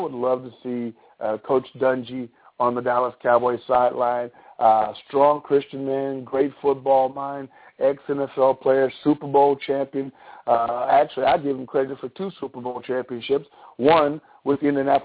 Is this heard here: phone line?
yes